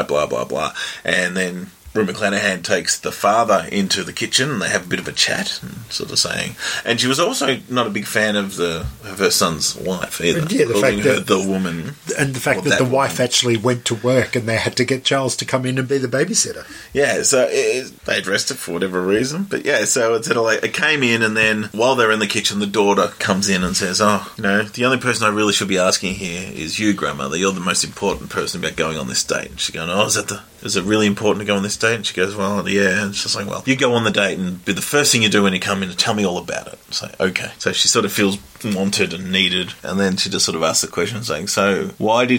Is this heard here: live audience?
no